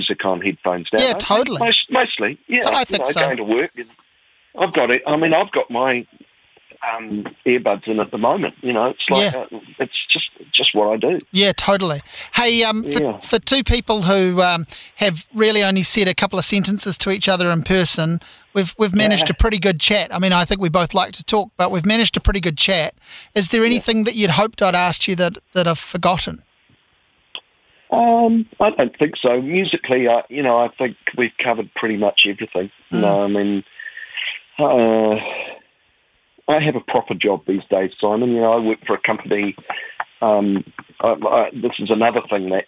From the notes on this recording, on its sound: An in-depth chat over the phone